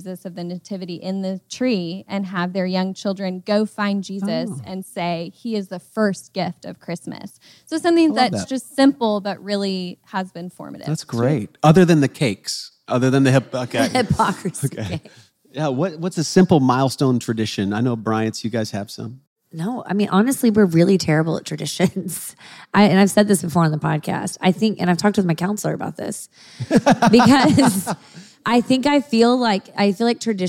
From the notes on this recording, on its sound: Live Q&A in Dallas. Answer questions from a live audience.